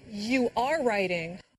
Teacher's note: Did you hear the stress on the verb be when … said am and are?